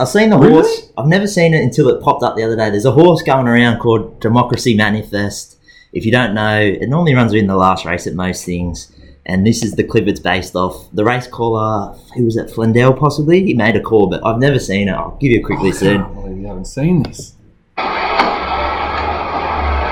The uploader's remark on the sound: Apologies in advance if the sound quality.